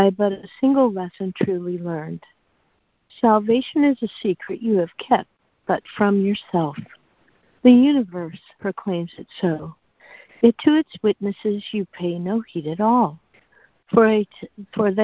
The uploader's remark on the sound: ACIM Daily Conference Call.